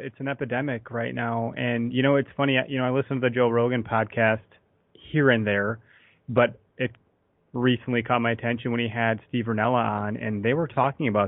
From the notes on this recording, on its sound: Another LIVE listener call-in show in the books.